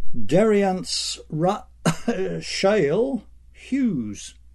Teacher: That little cough is an attempt at a glottal stop.